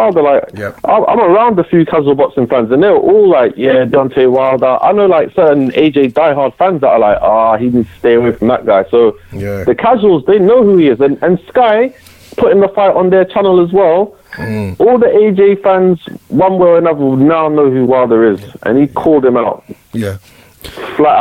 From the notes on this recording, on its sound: With the fans as they call.